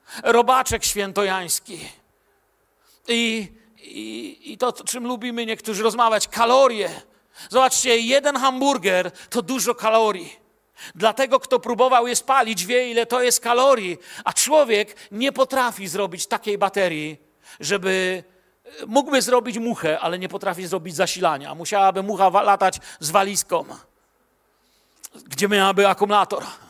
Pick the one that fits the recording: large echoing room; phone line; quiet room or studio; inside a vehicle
large echoing room